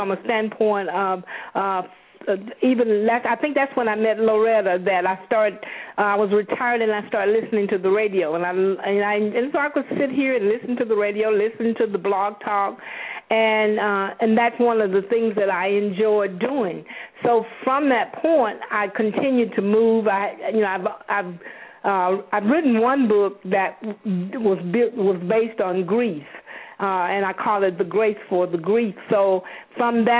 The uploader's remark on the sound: LML uses a progressive live call in format.